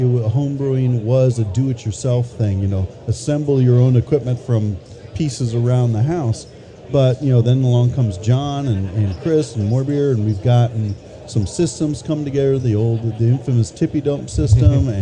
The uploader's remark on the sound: Brew Strong hits the road to HomebrewCon 2019 in Providence, Rhode Island! Invade the biggest homebrew event on the planet and broadcast live from the Homebrew Expo.